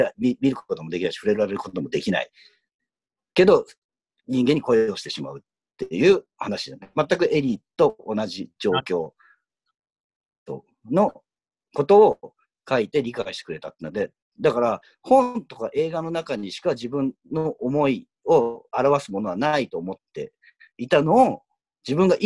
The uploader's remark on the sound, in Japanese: 今回もリモートで収録しております。